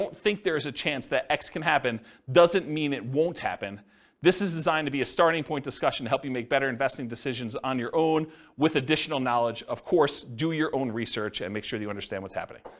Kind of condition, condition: setting, live audience